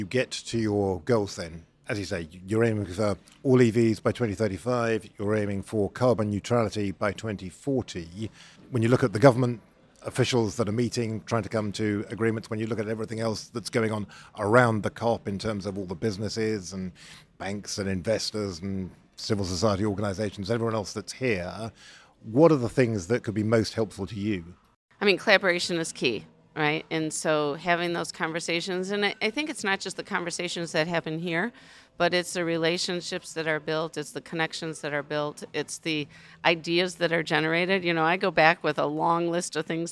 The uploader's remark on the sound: recorded live from COP28